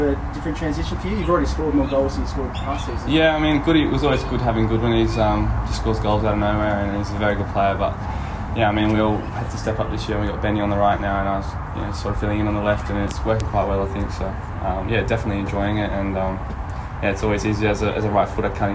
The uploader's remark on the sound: Hyundai A-League 2019/20 Round 17 | Press Conference